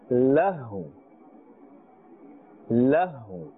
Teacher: This waw is getting a temporary sakin or temporary jazm, and the sound of the waw will be therefore pronounced slightly.